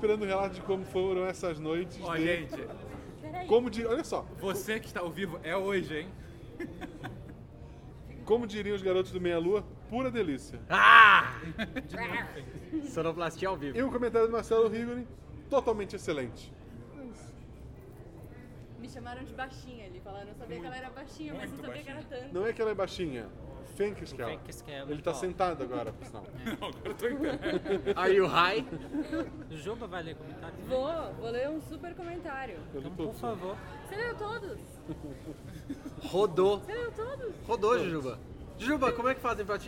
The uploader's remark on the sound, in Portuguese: Gravamos diretamente da CCXP &#8211; e não editamos quase nada, ou seja, não nos responsabilizamos por conversas paralelas. Gravamos diretamente da CCXP – e não editamos quase nada, ou seja, não nos responsabilizamos por conversas paralelas ou músicas de Pokémon no fundo.